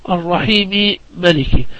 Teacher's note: السوسي عنده الإدغام يدغم الميم بالميم